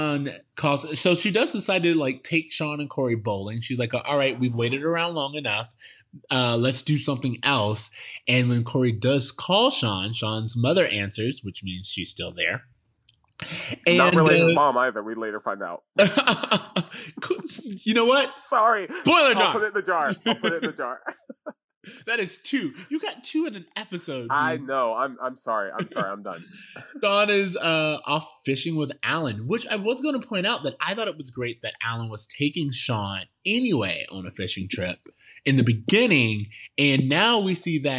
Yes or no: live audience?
no